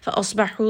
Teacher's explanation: sad is going to be heavy, ha is from the middle of the throat.